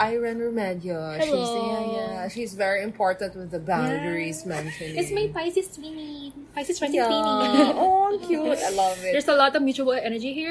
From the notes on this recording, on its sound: this has atmospheric sounds again